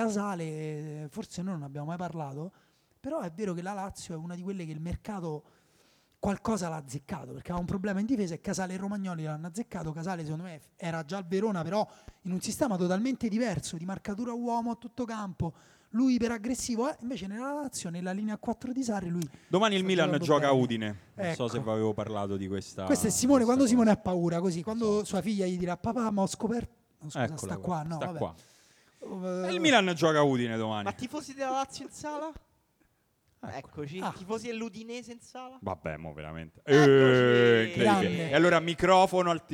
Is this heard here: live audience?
yes